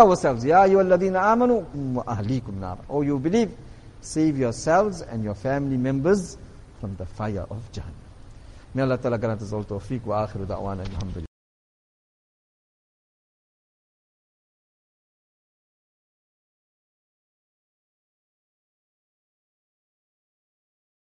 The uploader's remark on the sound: Jumuah lecture at Masjid Quwwatul Islam